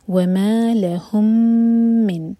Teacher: میم اور میم کا ادغام میم کو ہولڈ کریں گے